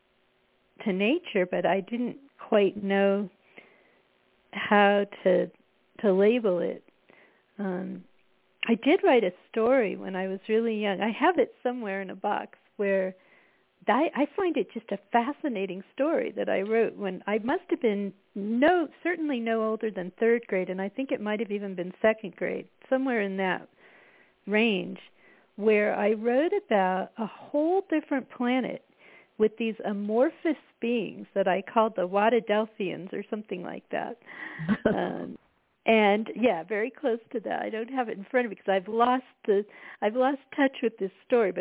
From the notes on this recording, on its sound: spontanously joins by phone for quite a wide ranging exploration.